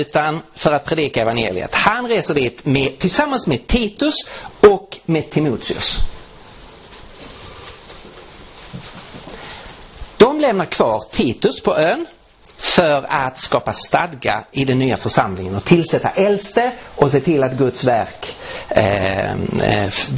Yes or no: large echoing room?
yes